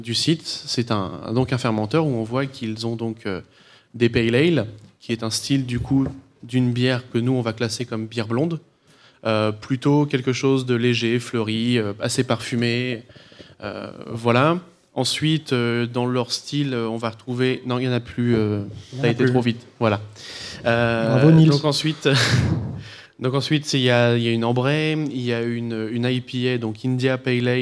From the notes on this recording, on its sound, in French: A PodRennes 2017. Enregistré en live à PodRennes!